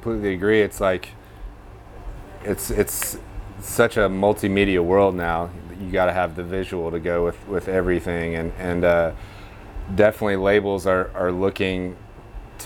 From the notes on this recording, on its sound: On this special episode we come to you from Martinsville, VA, home of 'Rooster Walk Music & Arts Festival'